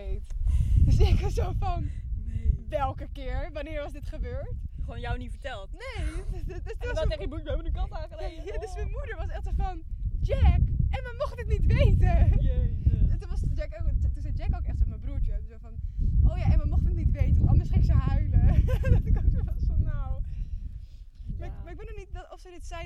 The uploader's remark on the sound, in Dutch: Er is veel wind waardoor het geluid af en toe erg slecht wordt.